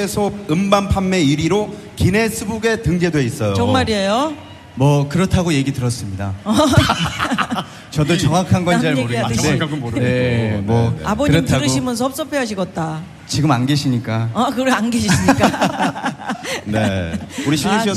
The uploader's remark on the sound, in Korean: 유쾌한 만남 공개방송